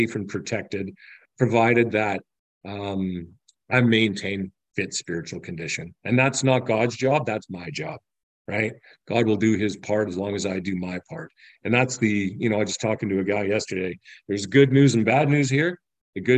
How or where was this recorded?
video call